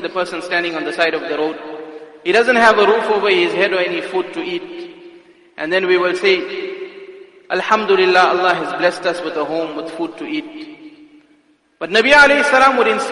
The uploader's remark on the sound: Jumuah Lecture at Masjidus Salaam, Musgrave